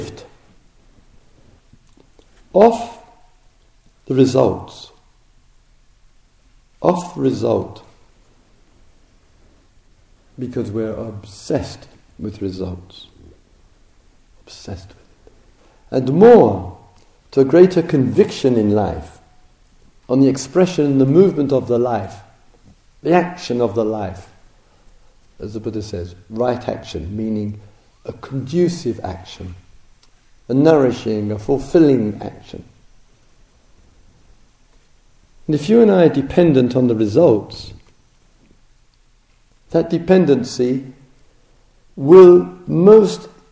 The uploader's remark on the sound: Dharma Talk recorded at the Spirit Rock Meditation Centre, USA, October 2007.